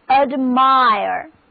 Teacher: ADMIRE 重音放在第二个音节上，字母组合 IRE 这里读作 IRE。